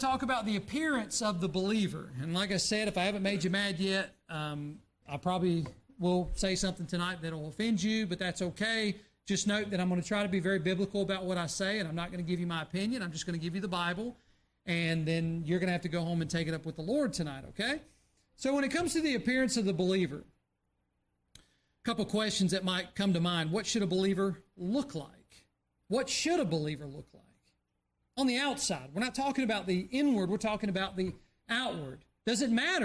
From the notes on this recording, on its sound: during the Sunday evening service on September 10, 2023, at Southside Baptist Church in Mount Airy, NC